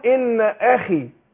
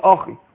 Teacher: الخاء مكسوره فهتاخد ادنى درجات تفخيم · Shown in: first take